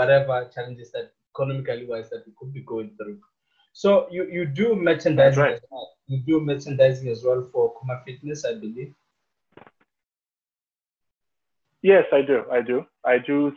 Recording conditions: poor sound quality